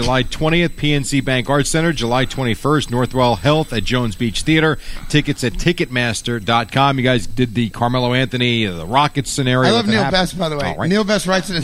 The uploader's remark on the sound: Live from the Mohegan Sun.